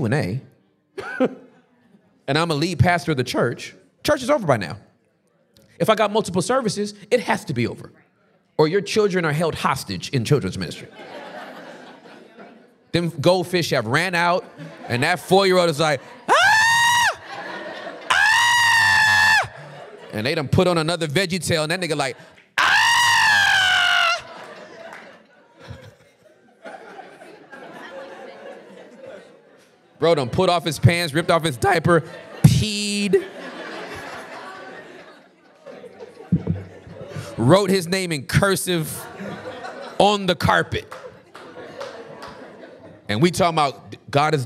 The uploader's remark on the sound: The Basement LIVE in NEW YORK CITY